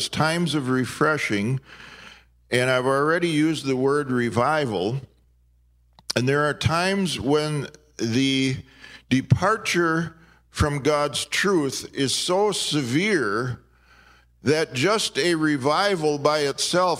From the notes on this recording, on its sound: This podcast was recorded in Maplewood, MN during the 2019 IAHM (International Association of Healing Ministries) at Redeeming Love Church.